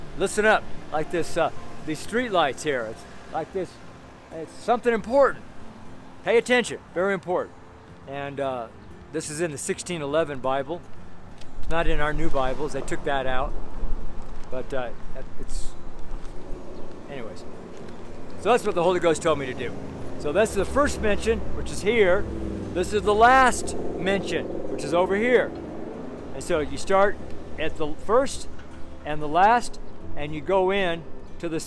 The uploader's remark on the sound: FRIDAY STREET SERMON